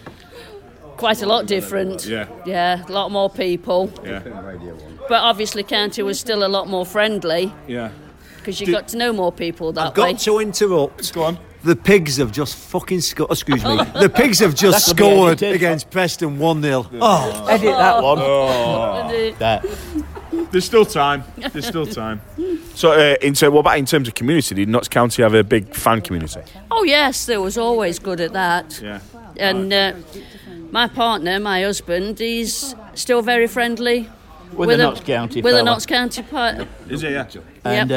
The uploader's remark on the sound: It’s a podcast recorded outside on the streets of Malta next to the sea in the January sunshine.